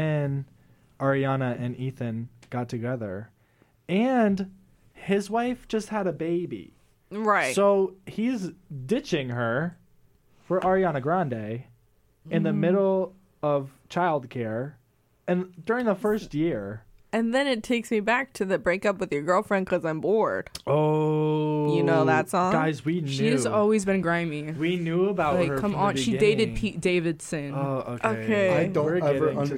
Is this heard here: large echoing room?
no